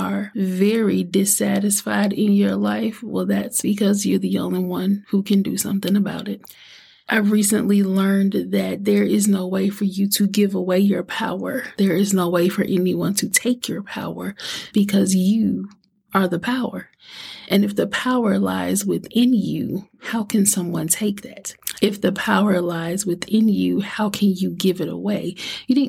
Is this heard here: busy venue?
no